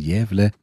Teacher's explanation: auch das Ä ist auch so ein Vokal, der vorne gesprochen wird